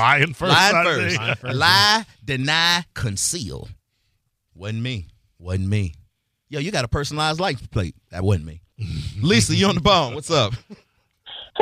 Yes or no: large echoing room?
no